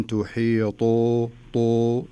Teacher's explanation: فما نقول ولم تحيطوا تو، شوف قريبة بين الدال والتاء، لكن لما نقول ولم تحيطوا طو نملأ الفم بالحرف · Term: حروف الاستعلاء